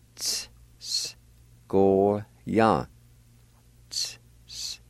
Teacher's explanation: the I with TS at the very beginning of the word will be silent. Just kind of drag out the two S sounds like this. Ts, s, go, ya.